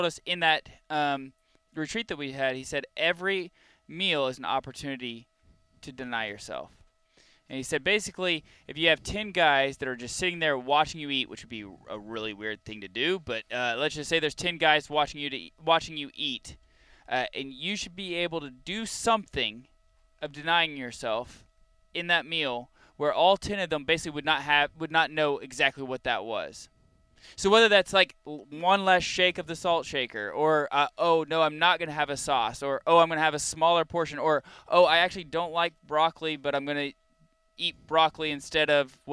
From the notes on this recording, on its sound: Live from The Catholic Man Show Campout 2022 at Clear Creek Abbey. Take questions from the campout attendees.